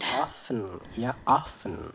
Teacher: cara pengucapannya bukan often ya, tetapi Often without T